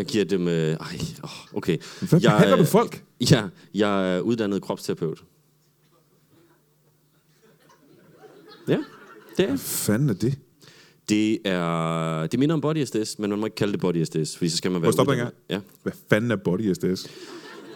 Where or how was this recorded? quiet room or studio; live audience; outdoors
live audience